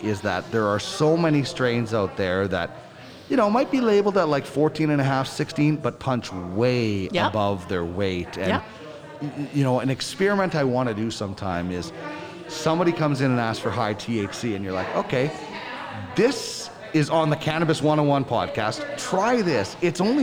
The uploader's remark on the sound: ArgyllPlaza. At Spiritleaf Argyll in Edmonton as the Spiritleaf Bus Tour is one and we’re on location.